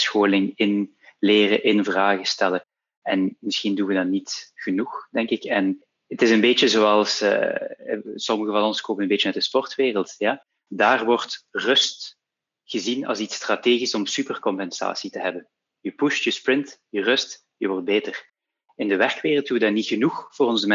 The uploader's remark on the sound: Panel discussion (NL-FR). This episode of HR Talks is a recording of a panel discussion that took place during the recent Virtual HR innov & tech Day (powered by HRMinfo).